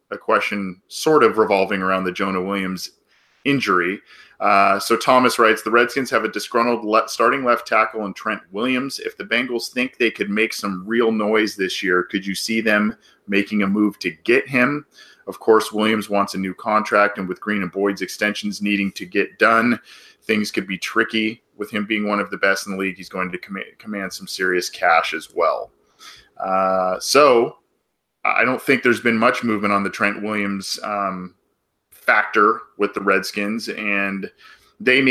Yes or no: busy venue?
no